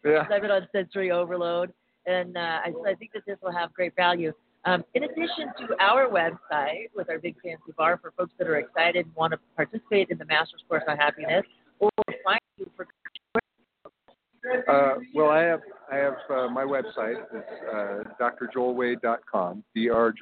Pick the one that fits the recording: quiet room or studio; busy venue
busy venue